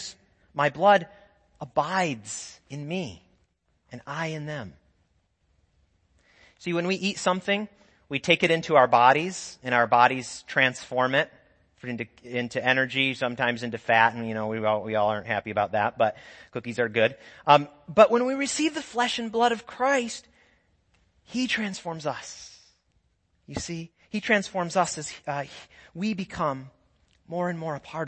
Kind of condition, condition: setting, large echoing room